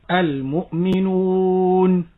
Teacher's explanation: تلاحظ أن أقصى اللسان يرتفع وأن الشفتين لا بد من وضع الاستدارة